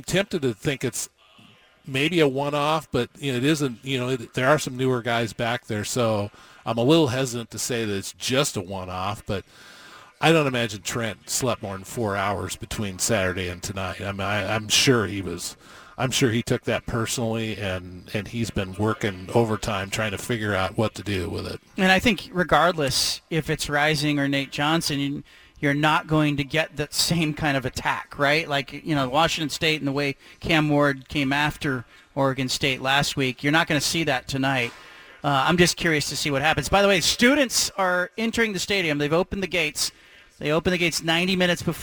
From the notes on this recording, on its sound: broadcasts live from Reser Stadium